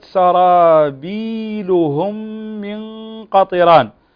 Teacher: الميم ساكنة وبعدها ميم أخرى فتغن بمقدار حركتين، وسمى هذا إدغام مثلين صغير، أي ميم مع ميم.